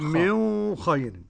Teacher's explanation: أبو جعفر واضح يخفي النون عند الخاء